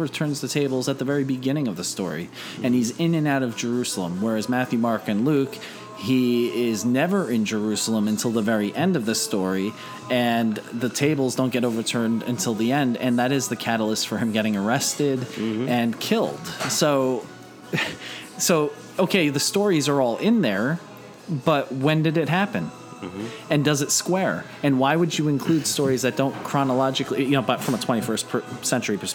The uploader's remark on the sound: This episode was recorded at The Barrel House Restaurant in Newton, NJ. This episode was recorded at The Barrel House Restaurant in Newton, NJ.